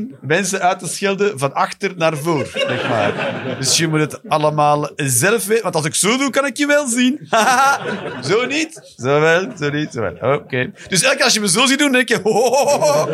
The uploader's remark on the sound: Live 20 December 2023, café The Joker, Antwerpen.